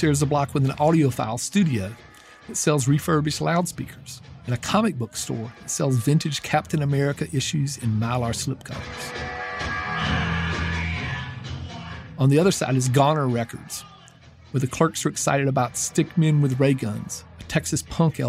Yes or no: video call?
no